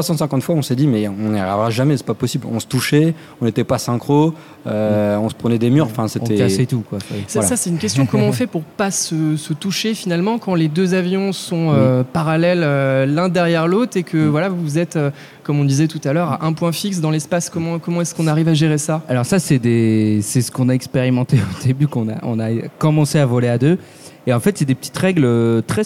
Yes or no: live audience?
yes